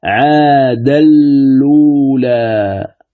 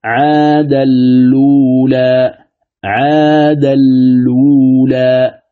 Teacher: الإدغام الكامل بغير غنة، ولهذا يقرأها ورش عاد الأولى، يدغم نون التنوين في اللام فتصير اللام مشددة